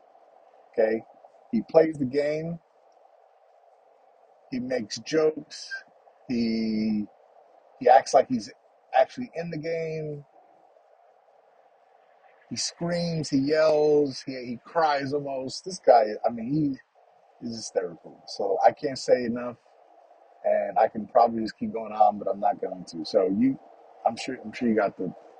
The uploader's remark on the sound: Just the morning’s drive to work and thoughts